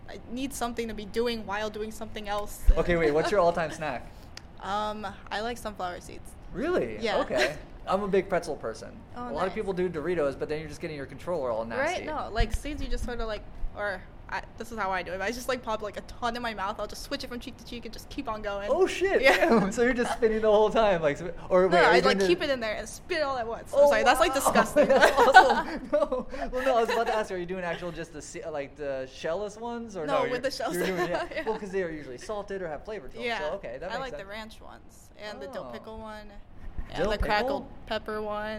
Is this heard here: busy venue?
yes